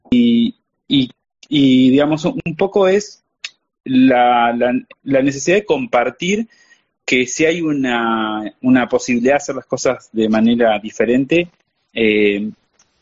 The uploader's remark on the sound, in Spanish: Audio de la charla en vivo por Instagram